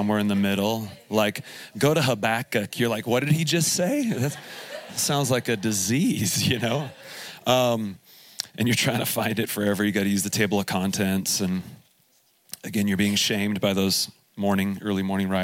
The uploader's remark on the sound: Here is a special edition of the podcast, recorded live from Summer Camp 2021 at Faith Heights. During the morning 1 session.